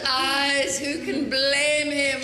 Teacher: some of the words, like the syllables, get drawn out, like the way you say eyes, blame, even teeth in this clip.